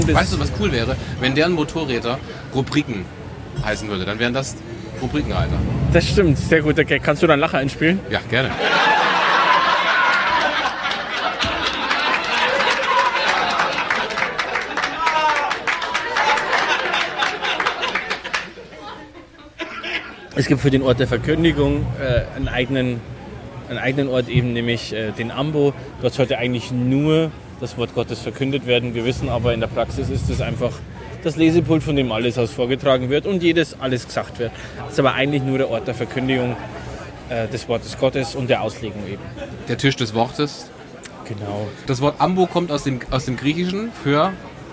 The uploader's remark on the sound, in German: In einem Biergarten Wir haben versucht, das Maximum an Ton rauszuholen, was ging - sorry, not sorry!